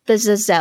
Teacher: Emphasis on that second syllable. It's like there's a hyphen between Z-A and Z-E-L.